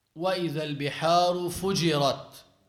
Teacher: There is another recitation for this ayah without double jim. So it is recited with one single jim